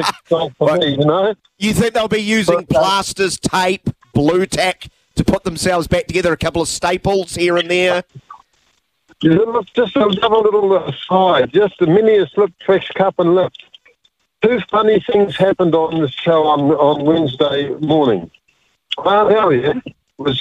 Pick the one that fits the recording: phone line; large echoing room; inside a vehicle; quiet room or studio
phone line